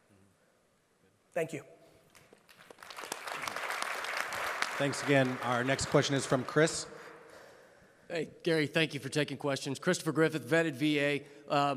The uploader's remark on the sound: a keynote I gave at the AIME Fuse event for mortgage brokers in 2019